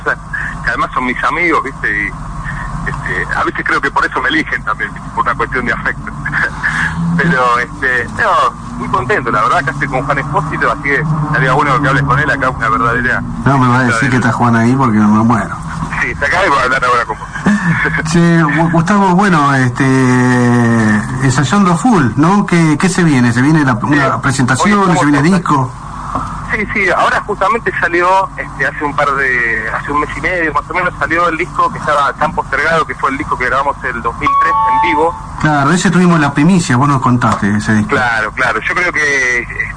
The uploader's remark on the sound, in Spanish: Nota telefónica